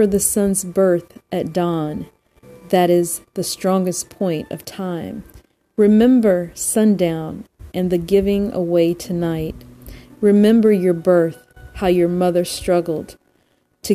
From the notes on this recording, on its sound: FYI sorry about the static on this recording.